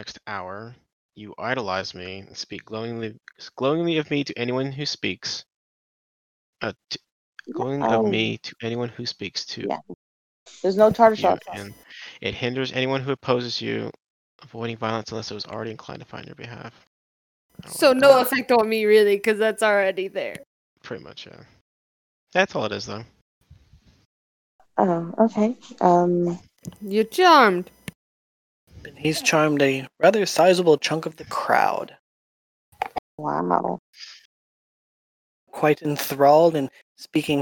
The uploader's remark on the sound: Apologies to our listeners, as this session did not record correctly and is of very low quality.